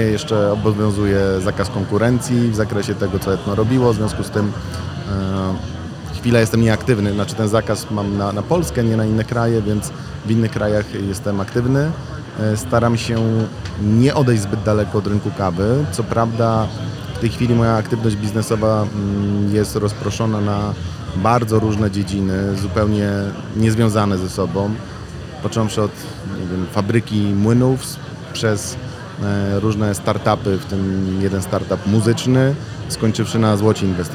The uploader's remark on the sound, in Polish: W rozmowach nagranych podczas Warszawskiego Festiwalu Kawy